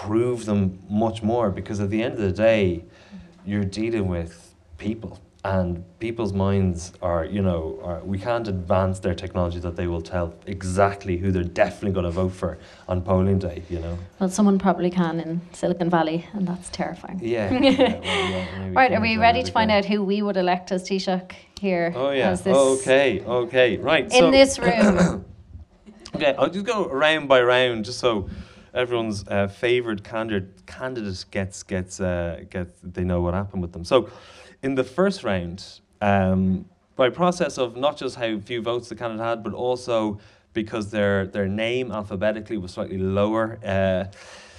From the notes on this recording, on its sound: For our first live episode, recorded at Crow Street in Dublin's Temple Bar